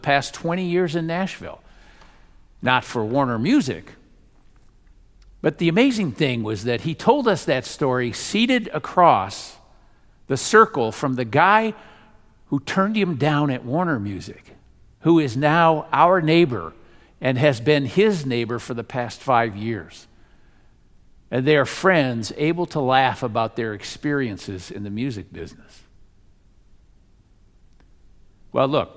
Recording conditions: large echoing room